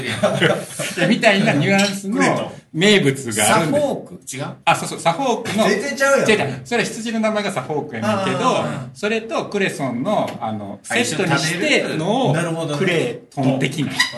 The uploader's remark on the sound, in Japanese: 今回は、宝塚・清荒神にある「awai KIYOSHIKOJIN」にて収録しました。Awai KIYOSHIKOJIN は建築家の奥田達郎さんが手がけた大きなキッチンが特徴のシェアハウス。ここの大きなキッチンをお借りしたのでした。せり鍋を準備中のところ、周りにも大勢の人がいる中での30分、賑やかにしゃべり倒しております。ささやかながら、これも公開収録でしょうか。